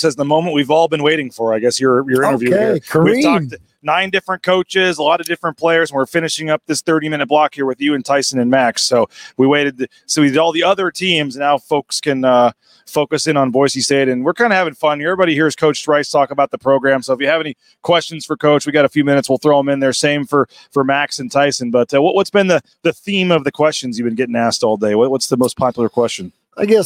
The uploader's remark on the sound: LIVE from Resorts World in Las Vegas. At Mountain West Basketball Media Days.